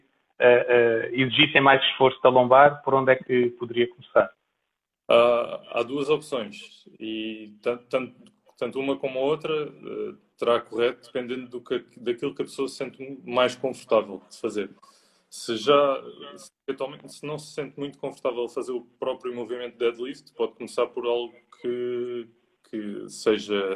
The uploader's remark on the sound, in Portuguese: Gravado através do LIVE do Instagram.